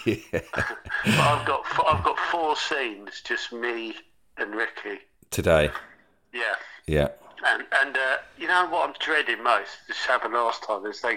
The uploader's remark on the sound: We chat to one another on a phone.